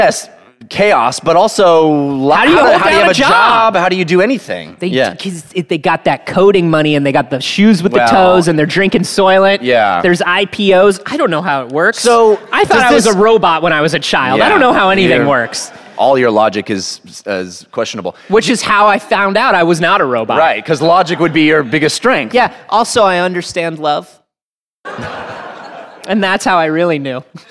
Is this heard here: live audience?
yes